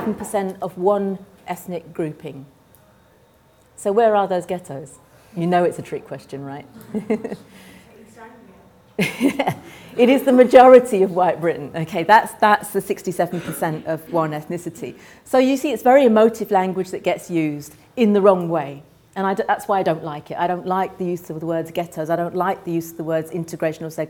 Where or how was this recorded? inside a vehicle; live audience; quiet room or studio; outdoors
live audience